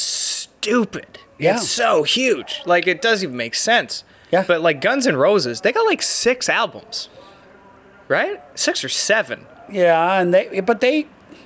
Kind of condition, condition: setting, outdoors